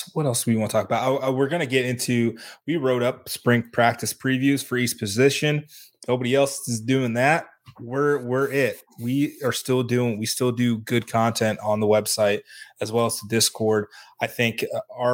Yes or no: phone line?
no